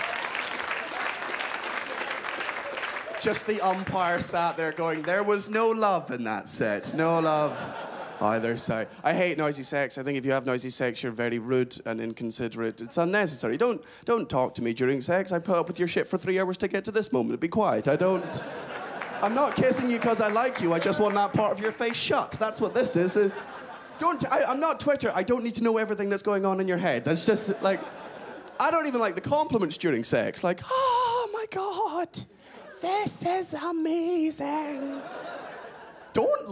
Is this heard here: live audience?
yes